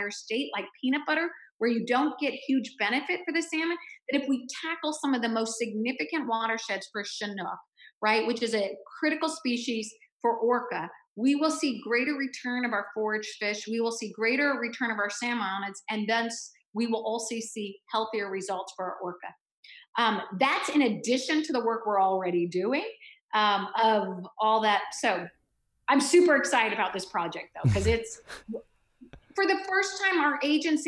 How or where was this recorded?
video call